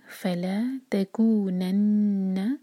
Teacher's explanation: فلا تکونن، نون پر غنہ، نون کو ہولڈ کریں گے